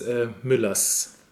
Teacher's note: We don't have any voiced S at the end of the word. Or any voiced consonants in general at all.